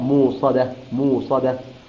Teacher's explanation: أبدل الهمزة واو في لفظ مؤصلة يقرأها موصلة · Term: الإبدال